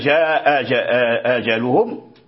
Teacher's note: نقرأها بالتوسط، وسمي التوسط لأنه وسط بين المد والقصر